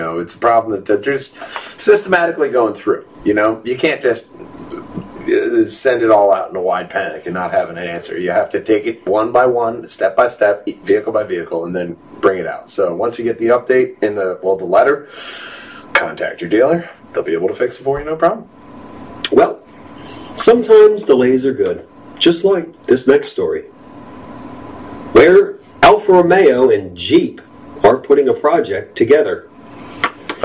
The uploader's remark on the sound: slight audio issues